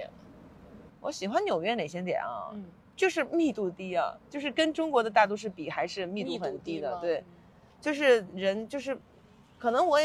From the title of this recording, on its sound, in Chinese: 此刻我坐在纽约的中央公园